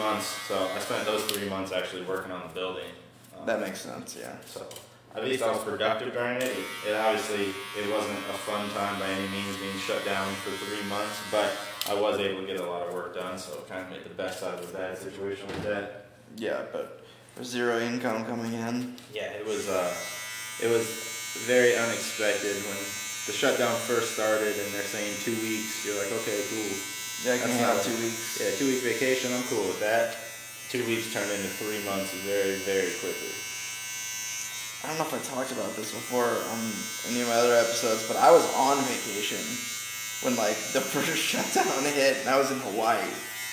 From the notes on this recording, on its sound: This was recorded while he was cutting my hair, so the audio is not the best